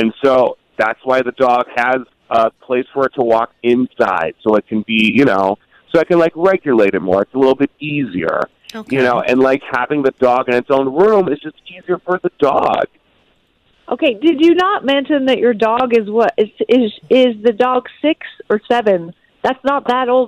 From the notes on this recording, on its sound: OPEN PHONES